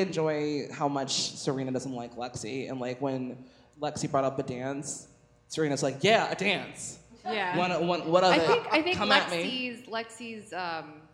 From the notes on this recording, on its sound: It's a LIVE show!